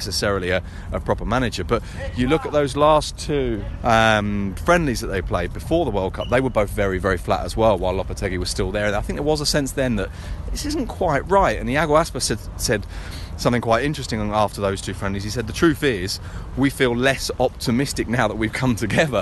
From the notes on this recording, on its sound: live from the cobblestones outside a boiling hot Samara Airport